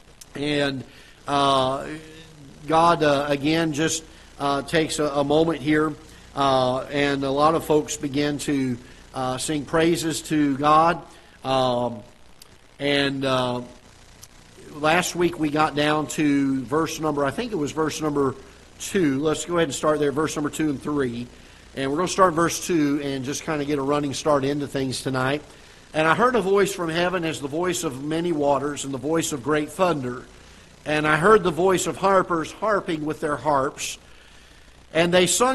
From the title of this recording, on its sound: Ketha Heights Baptist Church ~ Live Broadcast